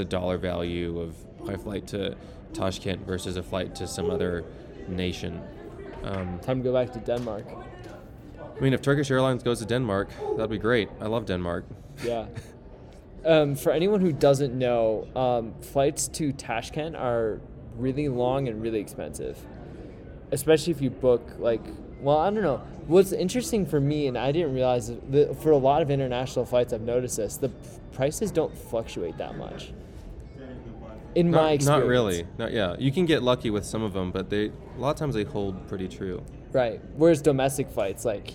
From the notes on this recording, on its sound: Live from AO Finals.